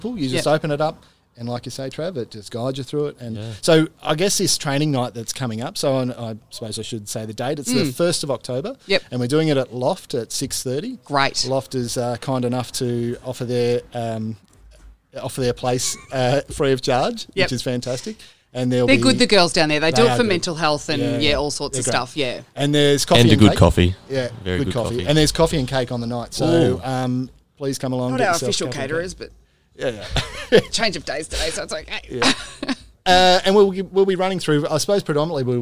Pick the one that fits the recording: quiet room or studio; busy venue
busy venue